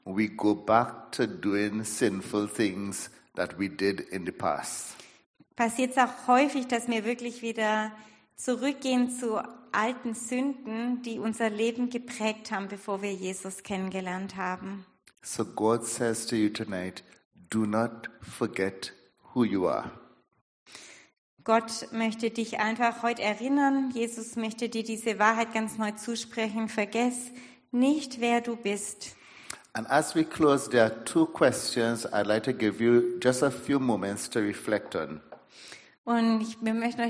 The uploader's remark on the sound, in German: Predigt der Sueddeutschen Gemeinschaft Ditzingen.